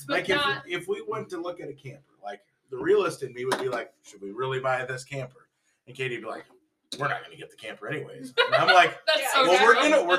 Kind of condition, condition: fault, poor sound quality